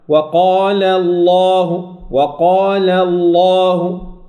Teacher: أفخم اللام لكن أعلى مراتب التفخيم لأنه مع، مع المد